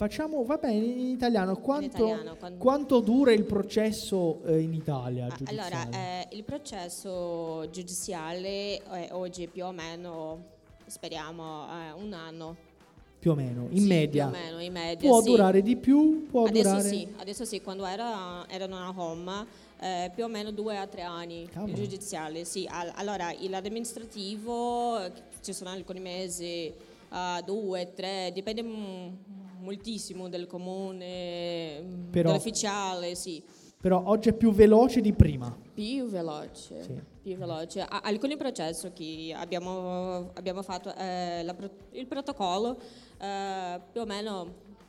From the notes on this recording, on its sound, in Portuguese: foi gravada diretamente no nosso evento presencial de São Paulo